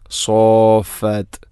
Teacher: ഇവിടെ യറൗ ഇലൽ ത്വൈരി ഫൗഖഹും സാഫാത്, സാഫാത് എന്ന മദ്ദ് മദ്ദ് കലിമി മുസഖൽ എന്ന് പറയും. മദ്ദ് ലാസിമാണത്, രണ്ടോ നാലോ ആറോ ഹർക്കത്തിന് തുല്യമായിട്ട്, ആറ് ഹർക്കത്തിന് തുല്യമായിട്ടാണ് അവിടെ നീട്ടേണ്ടത്. സോഫാത്ത്, മദ്ദിൻ്റെ അക്ഷരമായ അലിഫിന് ശേഷം ഷദ്ദ് വരിക എന്നുള്ളതാണ് മുസഖൽ.